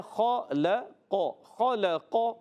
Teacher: خلق میں خوا موٹا رکھنا ہے قاف موٹا رکھنا ہے مگر لام باریک رکھیں گے بعض بچے پڑھتے ہیں خلق سارے موٹے ایسے نہیں آپ نے